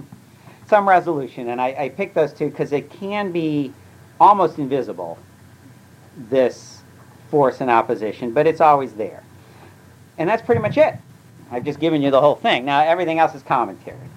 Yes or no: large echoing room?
yes